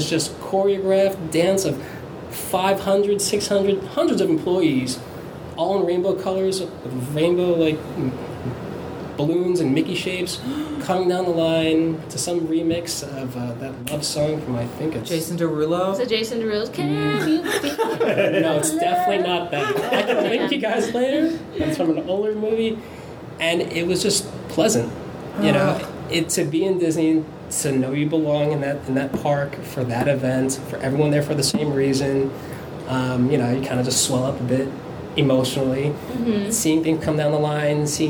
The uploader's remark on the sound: we sat down with him in our office (So audio may be a little echo-y)